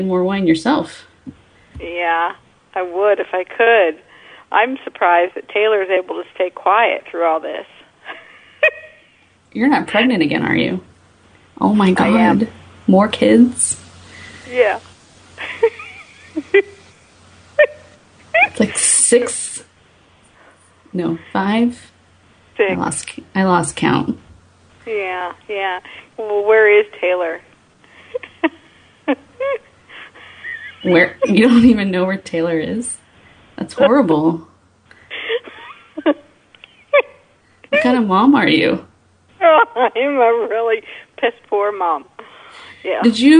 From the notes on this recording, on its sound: RBCP's Personal Prank Phone Calls Collection